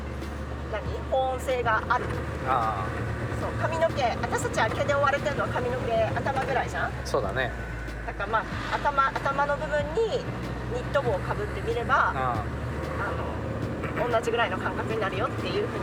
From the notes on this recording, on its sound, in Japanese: 軽トラでクリーンセンターへゴミ出しに向かう道すがらの収録